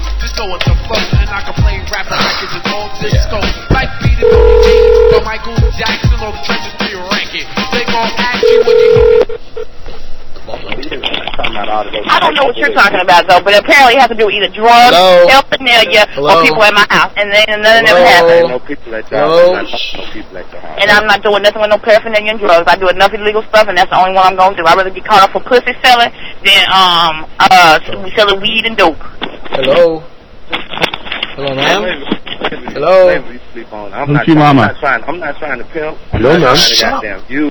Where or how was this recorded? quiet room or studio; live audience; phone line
phone line